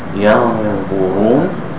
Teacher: The noon, when it's followed by the wa, then the noon hides in the wa. Right? That's called ikhfa.